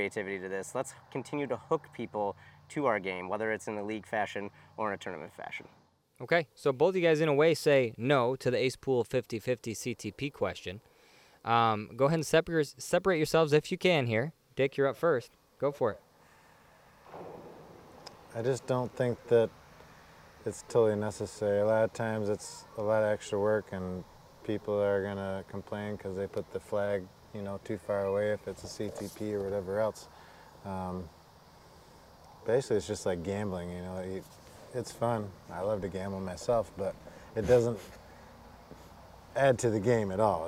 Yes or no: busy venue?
yes